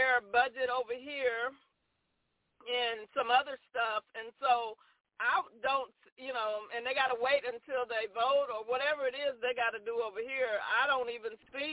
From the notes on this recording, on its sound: TNTSuperfantastic Conference Call